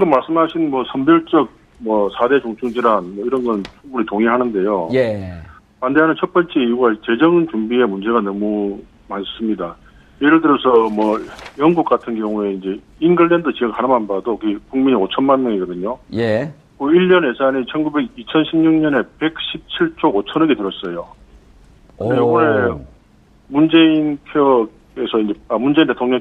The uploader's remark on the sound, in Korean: 전화연결